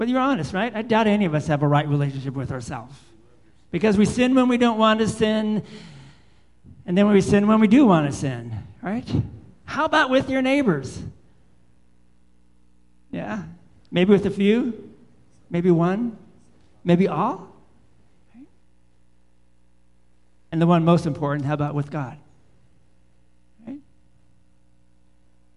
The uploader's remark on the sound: Live Worship Service.